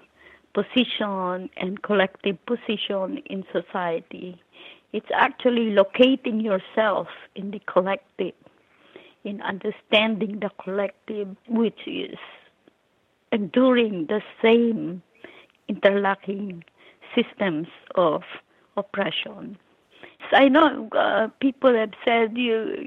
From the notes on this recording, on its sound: over the phone from her home in New York.